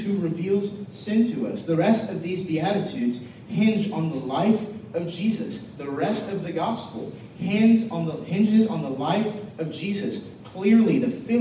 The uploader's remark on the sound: We apologize for the poor sound quality. We had major technical difficulties this Sunday morning.